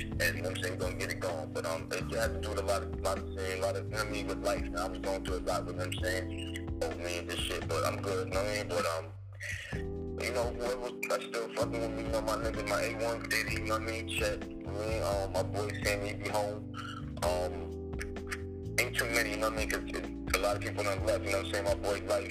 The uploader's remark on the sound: Unreleased Phone time Interview.